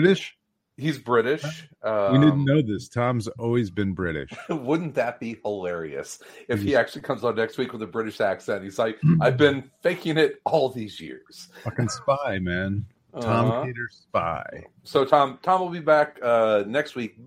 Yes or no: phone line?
no